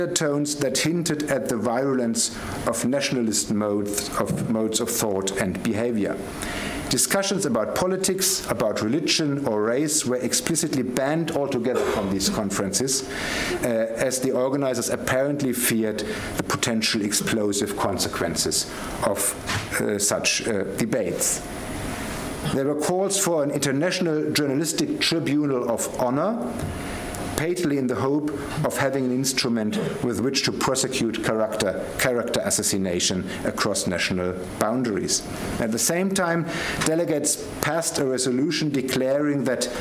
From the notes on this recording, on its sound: Gerda Henkel Visiting Professorship Lecture. The lecture was given on 29 November 2016 at the London School of Economics and Political Science.